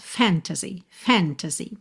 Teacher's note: Normalmente, a palavra fantasy tem a sílaba tônica na primeira sílaba.